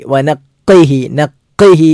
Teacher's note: ഖാഫിന് ഷെദ്ദുണ്ട്, കട്ടി കൂട്ടി വനഖൈഹി നഖൈഹി എന്നാണ് ഉച്ചരിക്കേണ്ടത്.